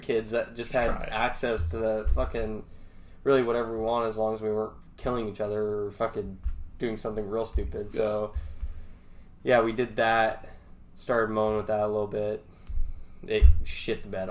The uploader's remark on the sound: This first episode was a little rough audio wise because we are still trying to figure out our duel mic system